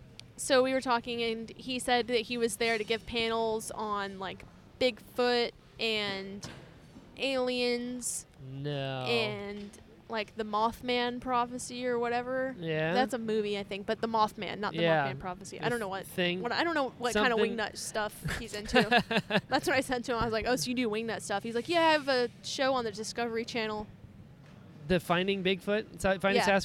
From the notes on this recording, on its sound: This episode was recorded at PALMCON!